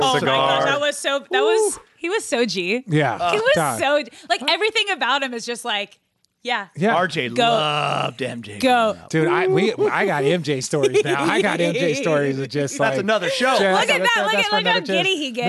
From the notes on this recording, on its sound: The Detox’ podcast is back in a new interactive form streaming live on the Caffeine app. Interacting and taking questions from the live audience.